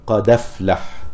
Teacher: يحذف الهمزة ويأخذ حركتها التي هي الفتحة ويضعها على الدال الساكنة. يعني ينقل حركة الهمز إلى الساكن قبلها، يحركه بحركة الهمز ويحذف الهمزة. · Term: تخفيف الهمزة